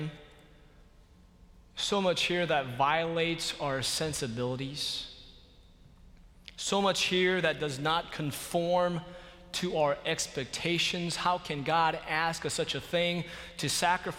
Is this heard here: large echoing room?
yes